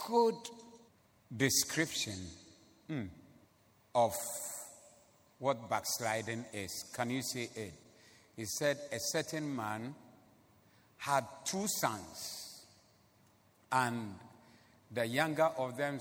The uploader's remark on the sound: Preached at the Zeloo Service on 18092022